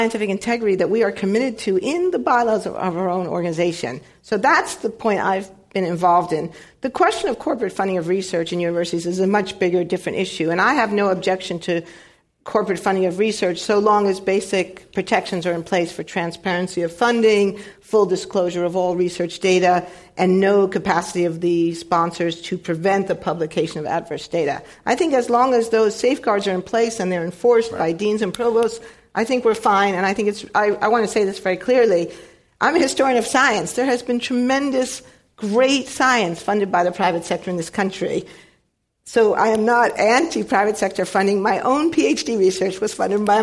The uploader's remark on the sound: This program was recorded in front of a live audience at the Commonwealth Club of California on December 15, 2016.